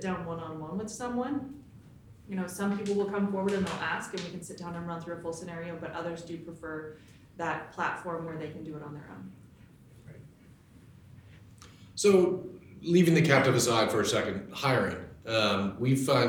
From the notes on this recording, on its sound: LIVE Audience: Legend Member’s Meetings. In our second live episode from our San Diego Members' Meetings.